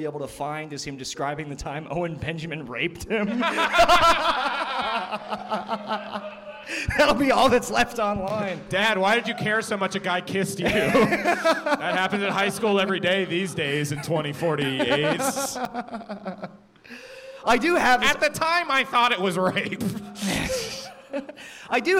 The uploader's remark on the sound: LIVE from the Ottobar